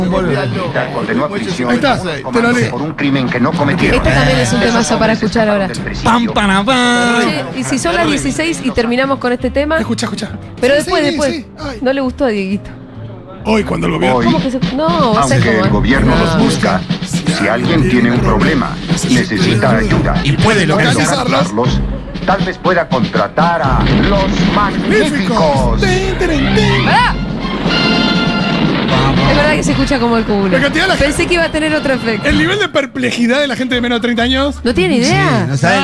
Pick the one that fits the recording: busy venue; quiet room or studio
busy venue